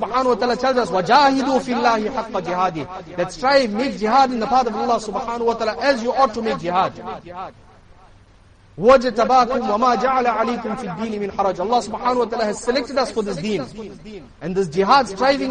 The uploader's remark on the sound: Jumuah lecture